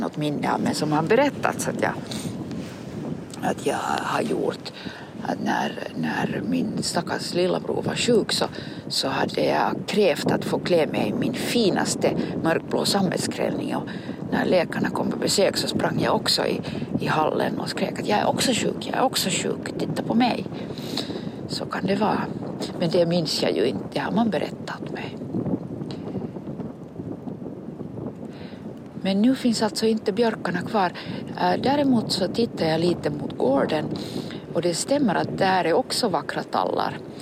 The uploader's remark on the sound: A series of conversations in Swedish recorded with a pine tree on Drumsö in Helsingfors or Helsinki in 2024.